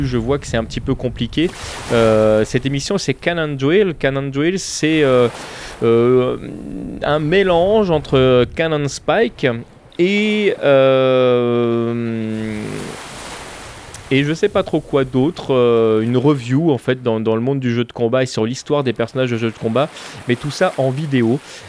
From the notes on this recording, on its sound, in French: Mon programme de la rentrée 2015 enregistré à Saint-Malo, les pieds dans l'eau...